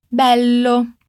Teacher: lembrando da doppia consonante, dando aquela pequena pausa nos dois L's.